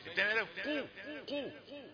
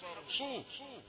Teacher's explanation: هواء الزفير اللي طالع من الفم ده احنا لما ضم كان الفم مفتوح عادي، لما ضمينا الفم حجز جزء كبير من هواء الزفير، فحجز هواء الزفير ده قلل من التفخيم · Term: الدرجة الثالثة